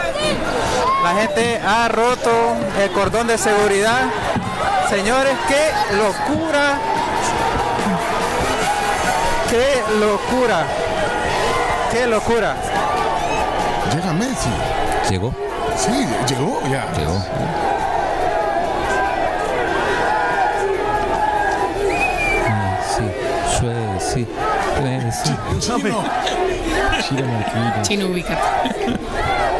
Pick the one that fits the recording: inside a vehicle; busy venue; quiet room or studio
busy venue